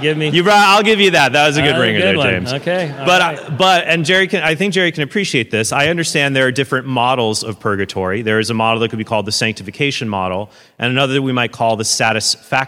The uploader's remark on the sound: did two, back to back debates at First Lutheran Church in Houston